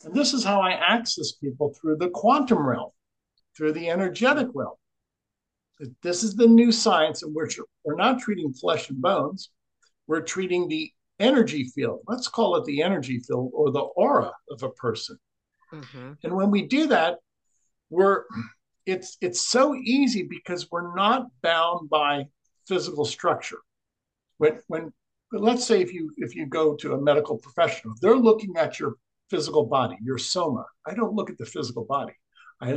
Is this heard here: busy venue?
no